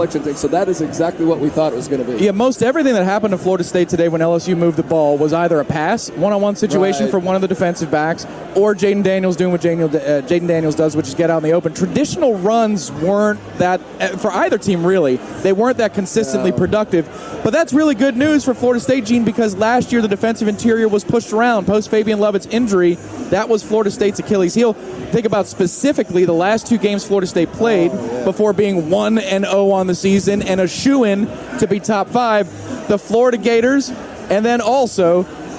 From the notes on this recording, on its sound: The Warchant Gameday postgame call-in show is LIVE from Hooch in downtown Orlando